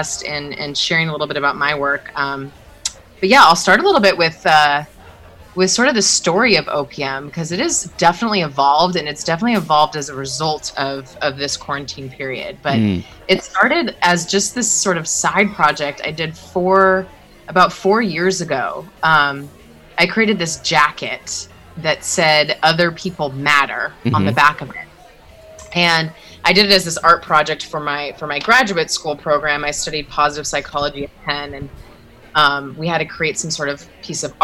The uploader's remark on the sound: Sounds recorded with permission at Prefab Eatery, Wellington